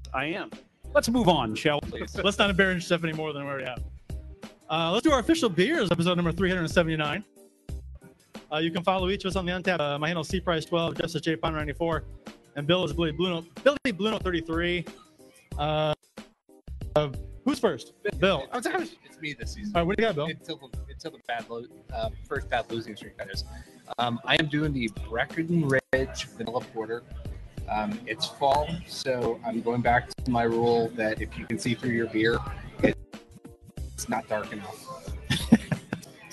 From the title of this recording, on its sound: LIVE From Cardinals Nation in Downtown St. Louis!